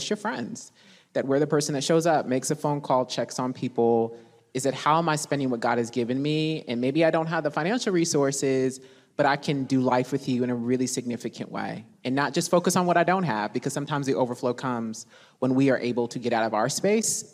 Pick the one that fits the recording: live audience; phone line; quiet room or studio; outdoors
live audience